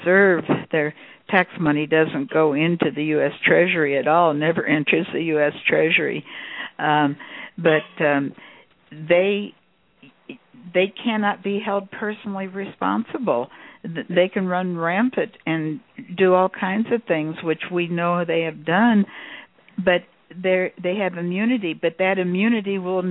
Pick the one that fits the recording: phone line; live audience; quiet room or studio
phone line